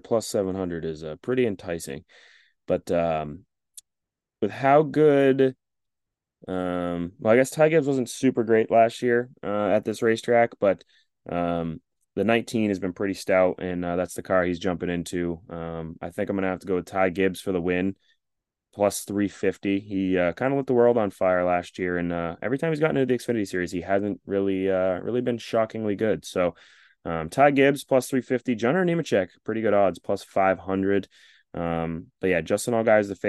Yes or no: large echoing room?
no